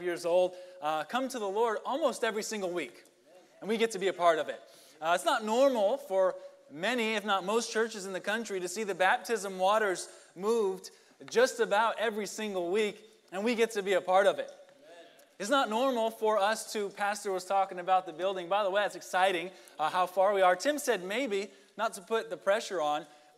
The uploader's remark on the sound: Sunday Morning Service